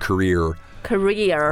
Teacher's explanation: So in America, we make that R sound at the end